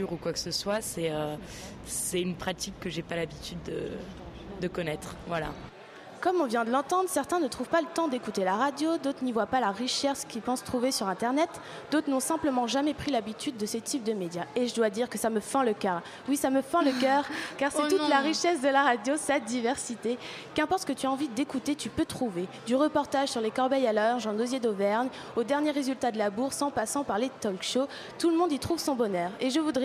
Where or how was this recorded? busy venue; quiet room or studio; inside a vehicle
busy venue